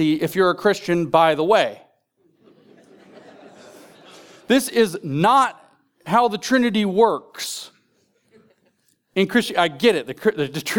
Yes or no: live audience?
yes